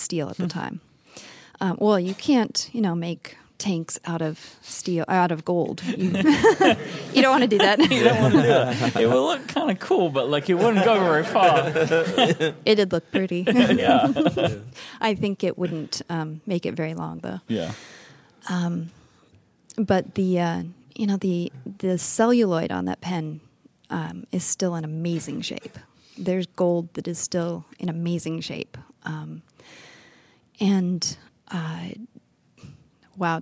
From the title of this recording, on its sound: Live from the Atlanta Pen Show 2019